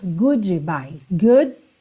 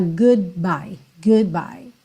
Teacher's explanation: O D encosta ali a língua no céu da boca, ele já encerra esse som do ooh que veio antes · Shown in: second take · tá? Goodbye, goodbye.